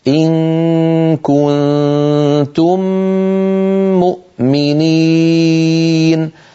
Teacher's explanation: هذا المقطع إن كنتم مؤمنين فيه ثلاث غنن: غنة إخفاء، غنة إخفاء، غنة إدغام. هاتان الغنتان الأوليان طولهما واحد، غنة الإدغام أطول بقليل